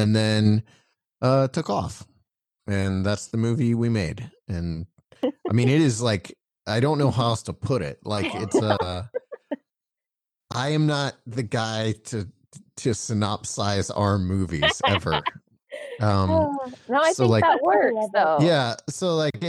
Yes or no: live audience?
no